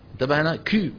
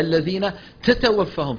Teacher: مثل إنكم مثل إخواننا الأتراك وبعض المغاربة انتبهنا كو تجد مع الكاف كمية من الهواء متدفقة أكثر من المطلوب بكثير. · Term: همس الكاف